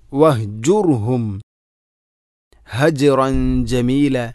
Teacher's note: വഹ് കെട്ടുള്ള ഹ തൊണ്ടയുടെ ഏറ്റവും അടിഭാഗം, വഹ്ജുർഹും ഹജ്റൻ ജമീല, ജീമിനെ കലക്കല ചെയ്യണം, ഹജ്റൻ ജമീല.